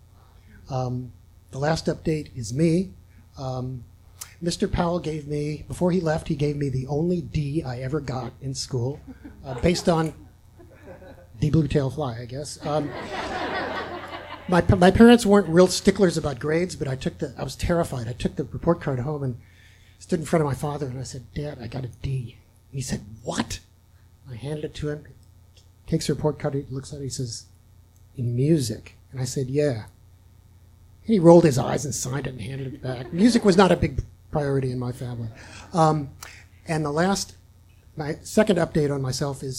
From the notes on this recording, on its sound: This story was recorded live on 14 March 2017 at Tiger!Tiger! Tavern in San Diego, California.